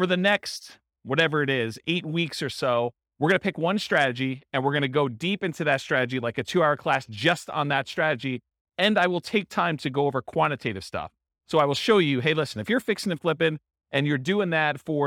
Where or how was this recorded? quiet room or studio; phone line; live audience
live audience